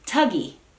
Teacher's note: el sonido Tuggy está como por ahí entre la O y la A. Pero en realidad es un sonido completamente distinto y vas a notar que tienes que mover tu lengua a posiciones en las que no está acostumbrada a estar.